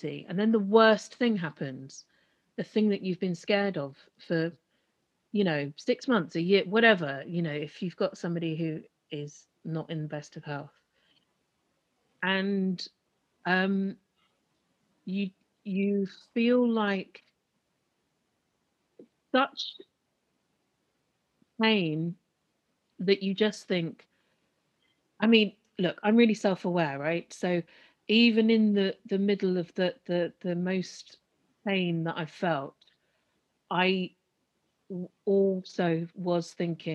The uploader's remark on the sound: Beset by internet problems and emotional (and technical) pauses